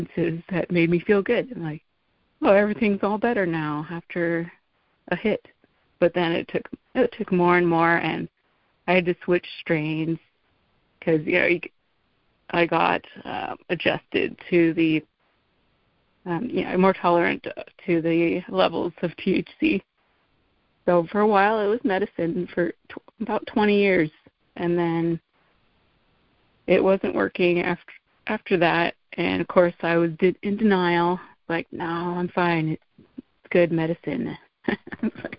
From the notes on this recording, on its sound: Lead at MAWPM's "Saturday Night Live" meeting. MA Meetings by Phone.